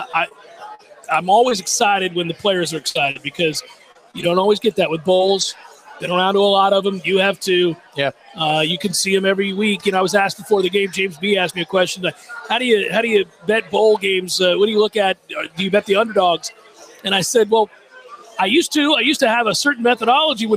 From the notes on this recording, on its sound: LIVE from the Harry Buffalo in Orlando!